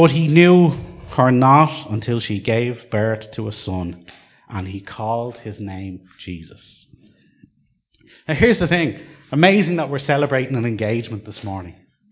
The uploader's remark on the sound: Recorded live at Liberty Church.